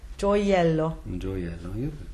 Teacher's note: And then we have the I, which is really here just a J glide, going into E.